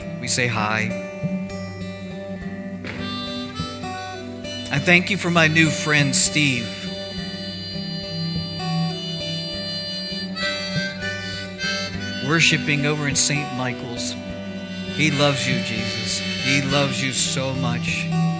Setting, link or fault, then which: setting, large echoing room